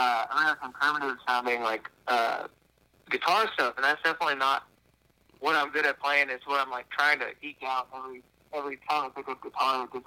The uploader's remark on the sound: burnt the phone lines out to the Ozarks